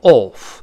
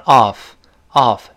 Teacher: 英国人口型更圆一些，都能 Off。美国人口型稍大一点，都能 Off，Off，这么一个声音。啊，Came off myshirt，就是从我衬衣上给掉下来了。啊，大家注意这个 Off，当介词表示从什么什么上，呃，离开在这儿不能再加 from 了，一定